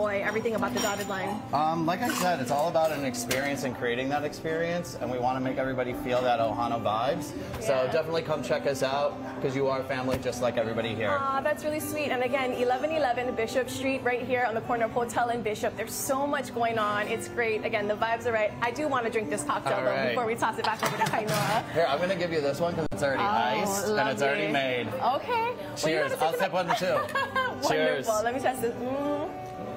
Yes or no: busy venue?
yes